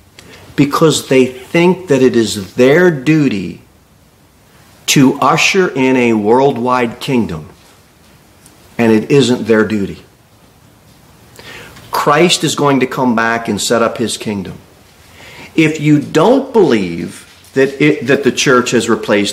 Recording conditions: large echoing room